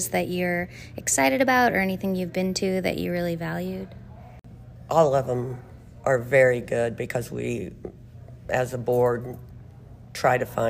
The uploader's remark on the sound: We catch up with incredible professionals at the annual Indiana Association of Floodplain and Stormwater Management (INAFSM) conference. In these quick and candid interviews.